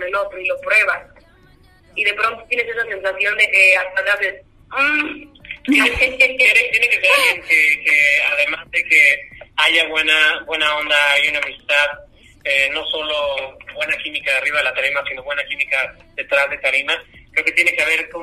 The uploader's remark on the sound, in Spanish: Entrevista telefónica